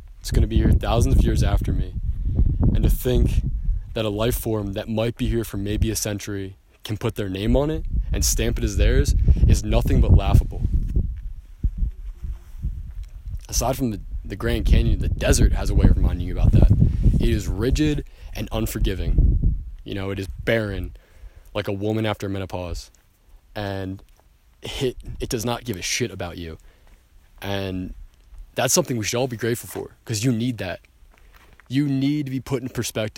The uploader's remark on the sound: LIVE from the Grand Canyon